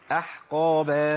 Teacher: مش الهمزة مرققة صح؟ والحاء مرققة